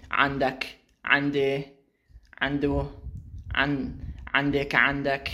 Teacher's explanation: In Amiyye, they often don't say عند، they say and. There's like a fatha over the عين at the beginning instead of a kasra.